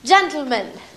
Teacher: That's exploding the T sound straight into the L sound · Term: lateral plosion